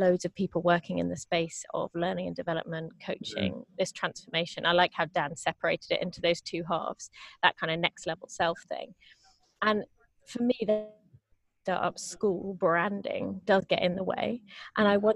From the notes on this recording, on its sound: In this episode I share the audio of a live webinar.